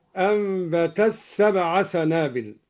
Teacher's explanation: أدغم الدوري التاء في السين